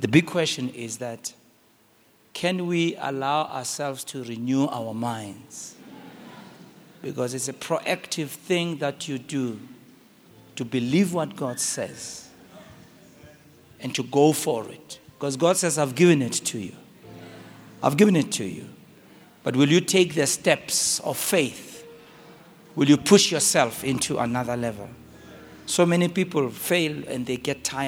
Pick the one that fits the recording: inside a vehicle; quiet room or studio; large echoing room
large echoing room